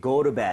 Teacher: flap을 좀 내서 리을 비슷하게